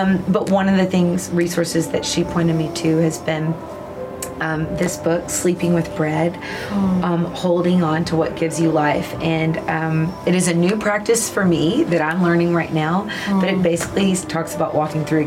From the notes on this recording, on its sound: Live from the 2023 Child Discipleship Forum